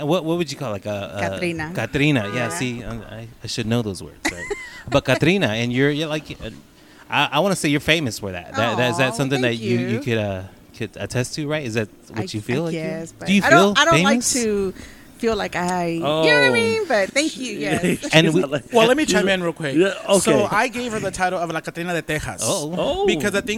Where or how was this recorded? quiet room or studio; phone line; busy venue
busy venue